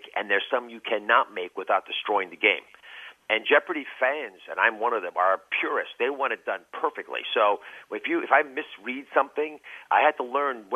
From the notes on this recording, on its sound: He called in to the big show